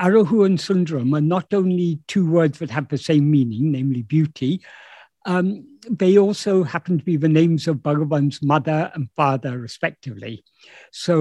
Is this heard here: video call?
yes